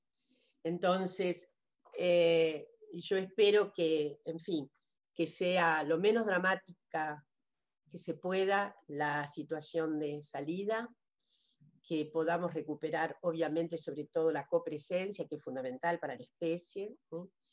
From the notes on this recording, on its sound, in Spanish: por YouTube, con participación en VIVO con el chat